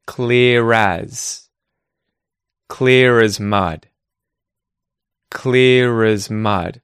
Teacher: because as starts with a vowel sound, we therefore say the R in clear as